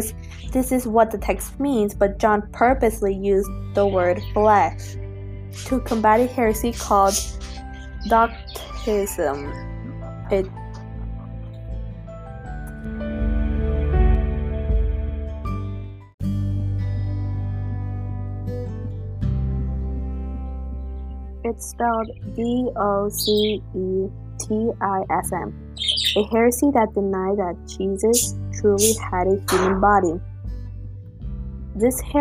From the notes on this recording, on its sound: Sorry for my birds and shuffling hopefully the music drowns the background noise.